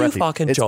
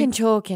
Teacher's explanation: Breathy and ends like it's going upward. Like a question. · Term: Irish accent